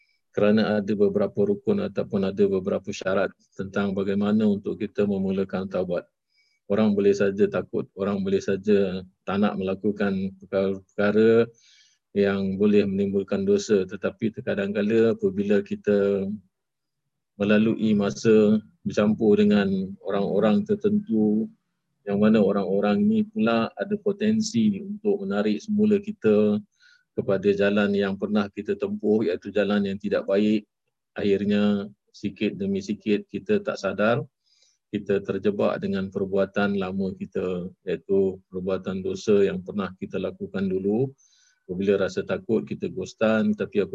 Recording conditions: video call